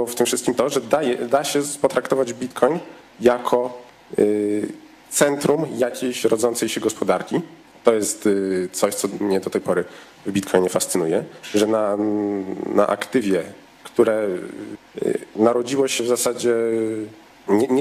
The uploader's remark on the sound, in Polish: Panel, który odbył się podczas Weekendu Kapitalizmu 2019 pod patronatem GPW i Instytutu Misesa